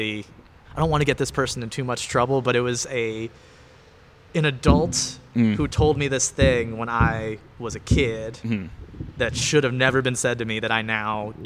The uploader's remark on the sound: recorded outside the comedy open mic at Wits End Saloon June 7th, 2022.